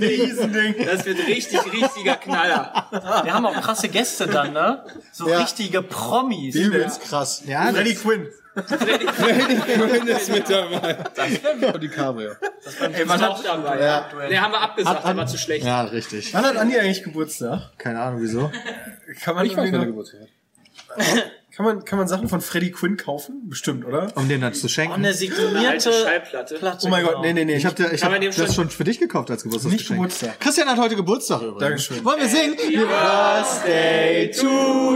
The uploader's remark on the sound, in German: Wir waren auf der MAG und die fünf haben die Chance für eine Live-Aufnahme des Podcasts genutzt!